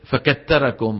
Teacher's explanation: إبدال الثاء سينا أو تاء نحو فكثركم